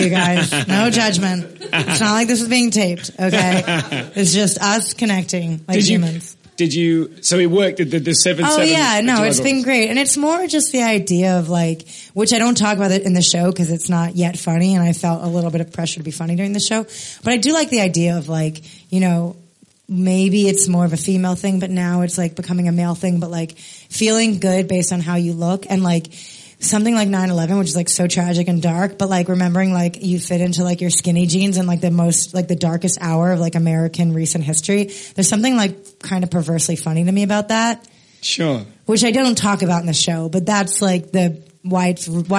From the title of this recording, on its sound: Live at the Edinburgh Fringe